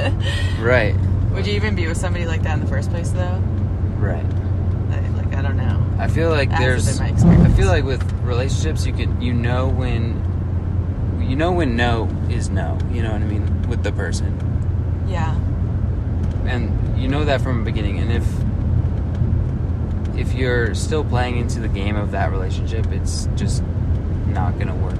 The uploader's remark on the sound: recording from the north rim grand canyon.